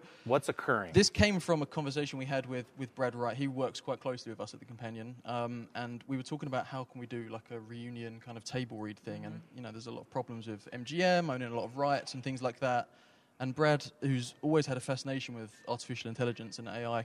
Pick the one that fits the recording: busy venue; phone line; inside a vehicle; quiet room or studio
busy venue